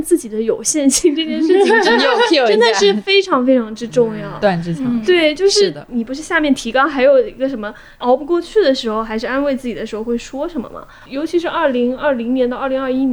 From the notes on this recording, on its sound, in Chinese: 因为录制当时有施工声，后期剪辑做了处理后导致人声没那么清亮。